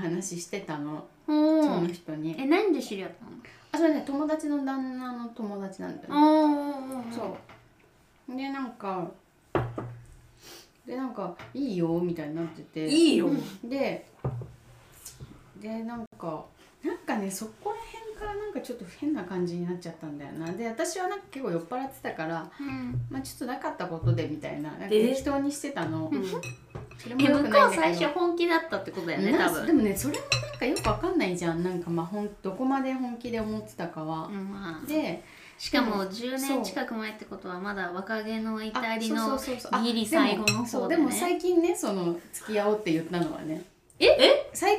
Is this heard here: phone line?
no